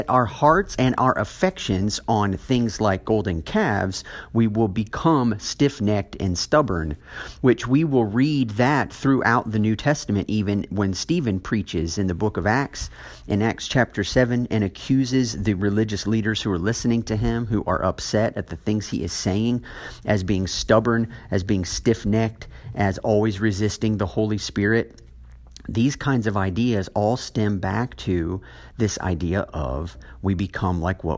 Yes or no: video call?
no